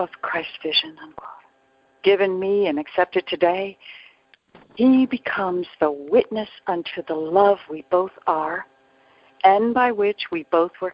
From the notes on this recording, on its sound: ACIM Daily TEXT Conference Call.